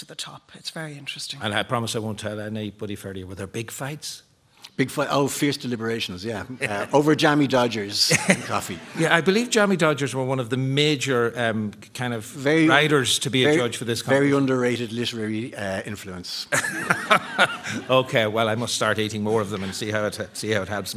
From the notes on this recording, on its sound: Live from the Pavilion Theatre in Dun Laoghaire